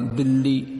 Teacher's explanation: ਇਕੱਲੇ ਅੱਖਰ ਉੱਤੇ ਅਦਕ ਨਹੀਂ ਲੱਗਦਾ, ਇਕੱਲੇ ਅੱਖਰ ਉੱਤੇ ਅਦਕ ਨਹੀਂ ਲੱਗਦਾ, ਜਿਹੜਾ ਅਦਕ ਹੈ ਇਹ ਅਗਲੇ ਅੱਖਰ ਦੀ ਆਵਾਜ਼ ਨੂੰ ਵਧਾਉਂਦਾ। ਪ੍ਰਮਾਣ ਦੇ ਤੌਵੇ ਤੌਰ 'ਤੇ ਜਿਵੇਂ ਆਪਾਂ ਬੋਲਦੇ ਹਾਂ ਦਿੱਲੀ, ਹੁਣ ਦਿੱਲੀ ਬੋਲਿਆ ਹਿੰਦੀ ਦੇ ਵਿੱਚ ਸਤਸੰਗ ਅਦਕ ਨਹੀਂ ਹੁੰਦਾ।